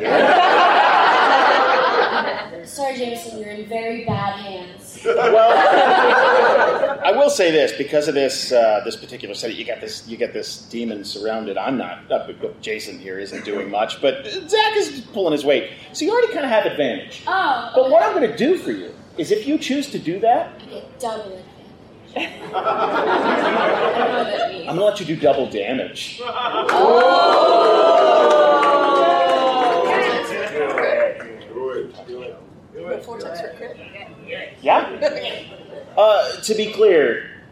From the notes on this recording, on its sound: Dragoncon 2019 Live Show. Our annual live show from Dragoncon 2019.